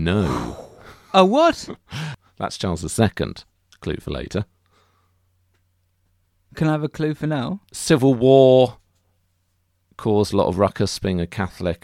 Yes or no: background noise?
no